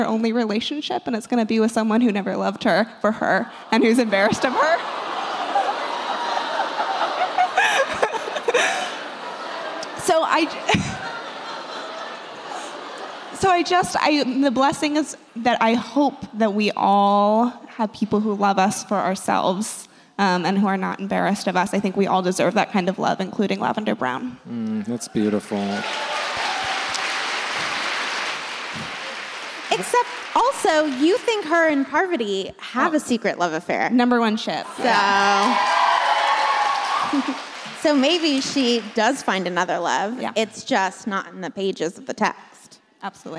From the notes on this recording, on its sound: Live from Washington, D.C. This week we come to you live from our show in Washington, D.C.